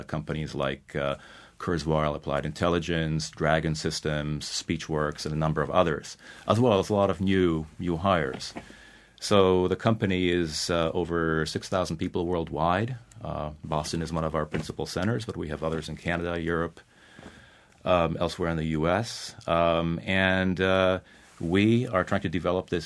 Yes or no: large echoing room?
no